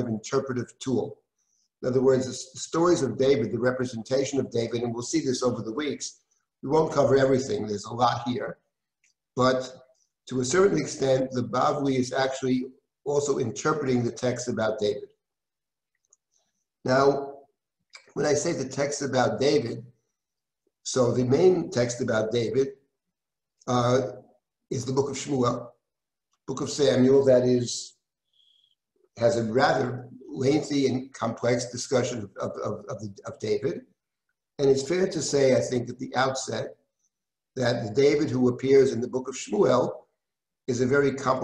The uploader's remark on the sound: This audio was originally captured from Zoom.